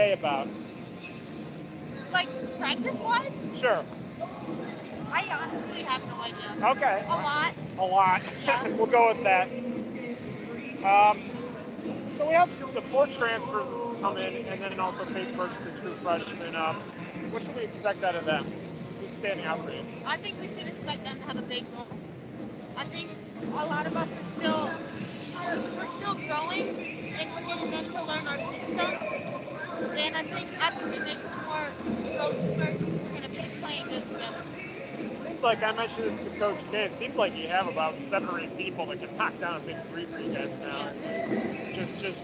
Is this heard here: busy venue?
yes